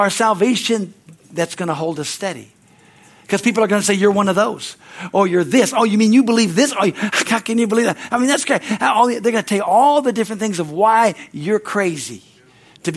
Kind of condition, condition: setting, large echoing room